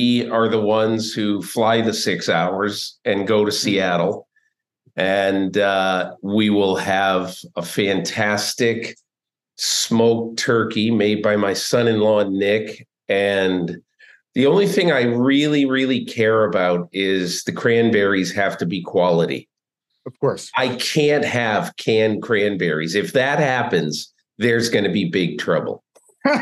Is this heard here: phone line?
no